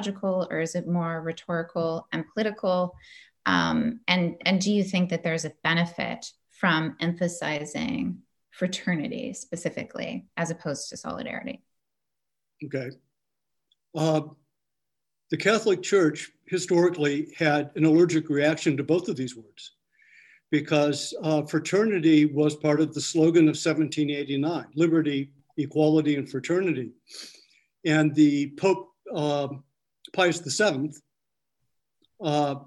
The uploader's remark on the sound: An online panel discussion.